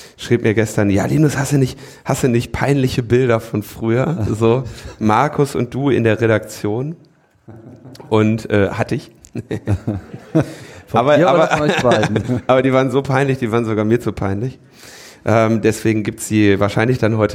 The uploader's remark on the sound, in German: Die Live-on-stage Sendung von der "Das ist Netzpolitik!" Konferenz in Berlin. Konferenz von netzpolitik.org im Roten Salon in der Volksbühne in Berlin.